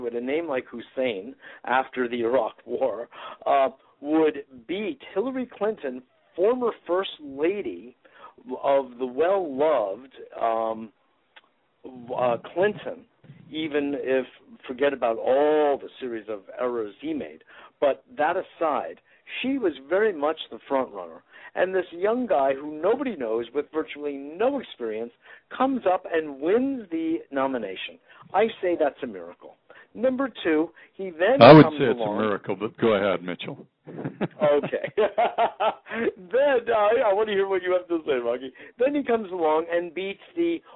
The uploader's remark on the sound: Today is a chance for listeners to call.